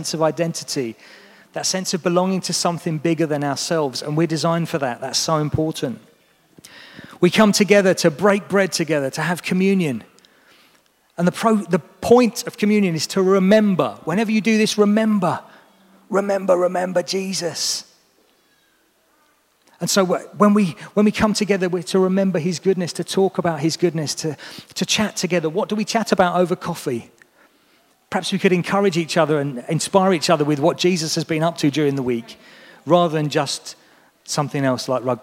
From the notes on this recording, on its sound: This was recorded at Skylark Church.